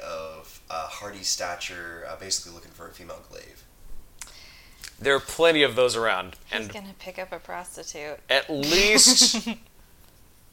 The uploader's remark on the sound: We had a little bit of background noises that were difficult to edit out do apologize.